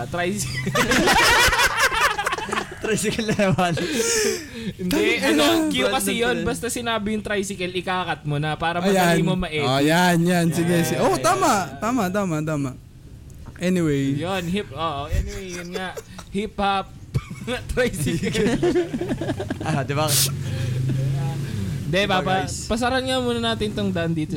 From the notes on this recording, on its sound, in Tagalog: Recording na along the hi-way haha!